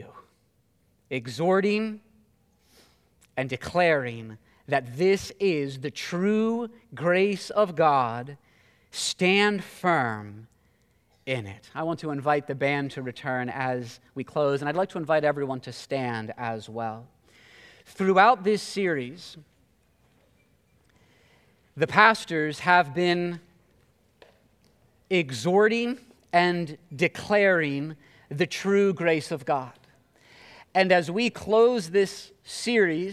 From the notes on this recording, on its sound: This message was preached at Covenant Fellowship Church on May 29, 2022.